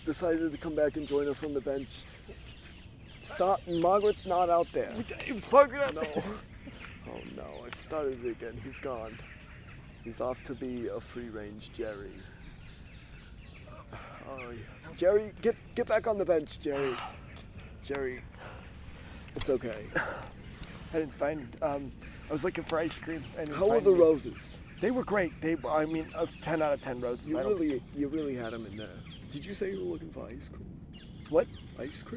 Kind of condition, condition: setting, outdoors